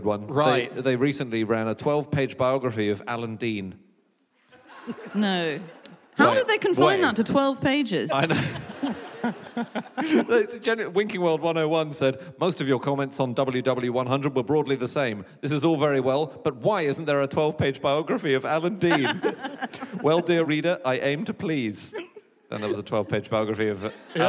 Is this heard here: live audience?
yes